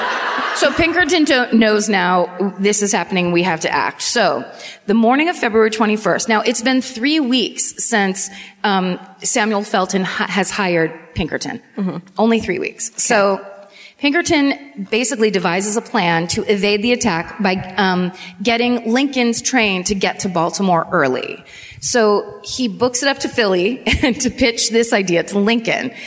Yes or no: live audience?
yes